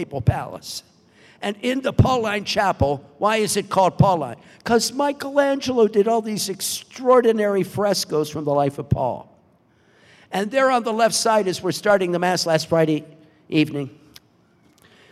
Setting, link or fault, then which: setting, large echoing room